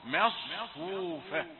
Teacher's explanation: ميم رقيقة أيضا قبل الصاد